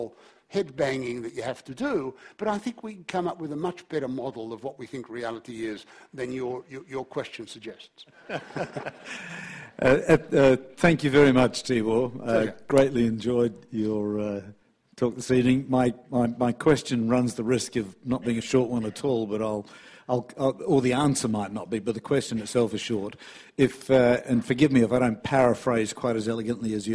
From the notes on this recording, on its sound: A Sydney Ideas and Department of Philosophy event. As part of Sydney Science Festival for National Science Week.